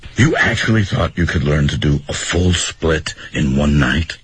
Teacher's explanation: 虽然是声调带着疑问，但是也是一小浪一小浪的向前推着